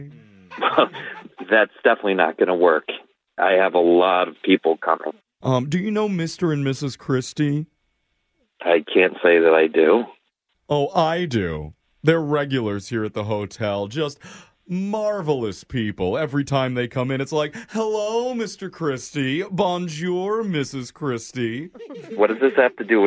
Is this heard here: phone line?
yes